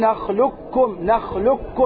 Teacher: تاسعا الصلة الصغرى في قوله تعالى فيه مهانة يعني نثبت الصلة. إدغام القاف في الكاف إدغاما كاملا